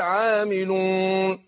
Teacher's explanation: البعض بيطلع الواو من الخيشوم فيقول عاملون يروح مطلع الخيشوم ده خطأ